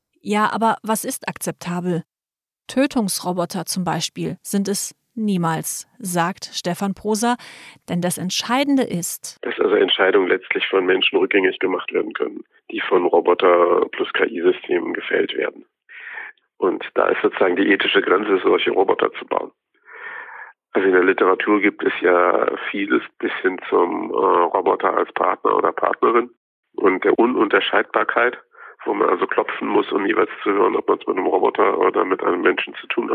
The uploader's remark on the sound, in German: Unterstützung gibt es dabei am Telefon